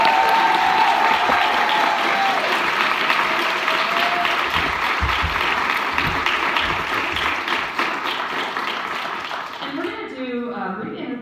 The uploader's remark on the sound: Live at Miss Fisher Con